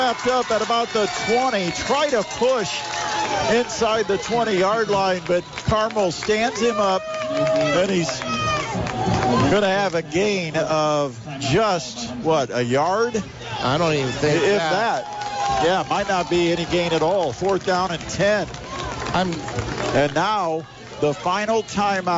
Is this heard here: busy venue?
yes